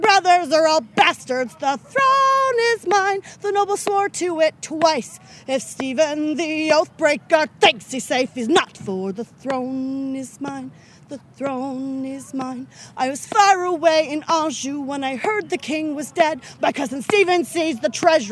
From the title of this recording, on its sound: Live From Pennsic II